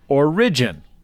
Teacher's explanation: pronouncing the word origin with the accent on the second syllable